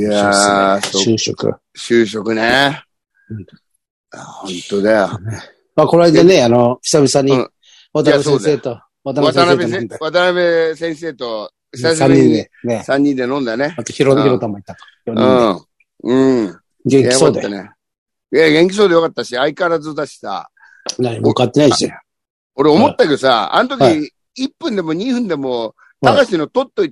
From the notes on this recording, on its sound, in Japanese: ZOOMで収録